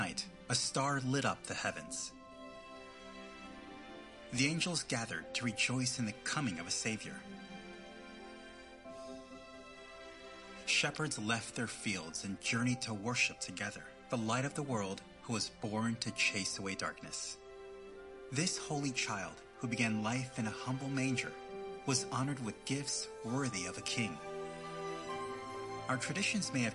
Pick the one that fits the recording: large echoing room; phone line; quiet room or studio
large echoing room